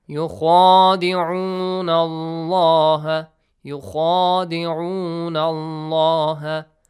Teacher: Okay, heavy letter. There is an alif, you gotta stretch it for two counts. · Term: alif mad